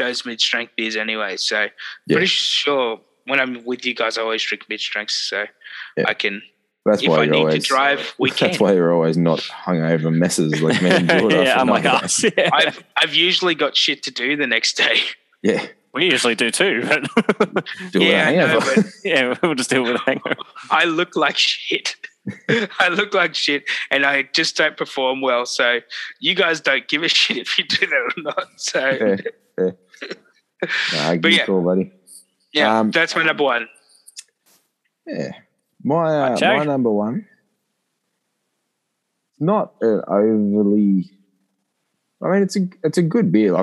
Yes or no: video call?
yes